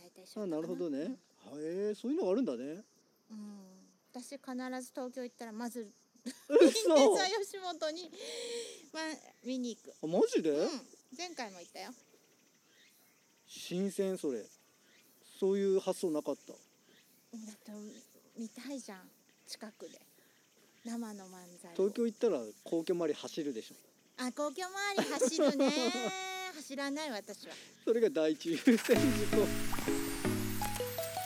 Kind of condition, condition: setting, outdoors